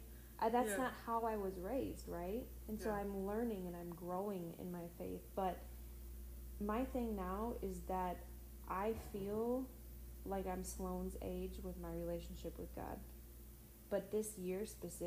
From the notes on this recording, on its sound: we were all pretty tired recording this and were speaking at a lower decibel level than usual!